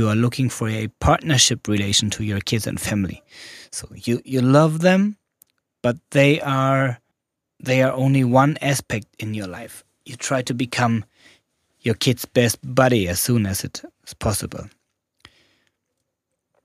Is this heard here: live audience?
no